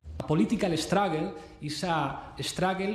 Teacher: he obviously pronounced an E before the S in struggle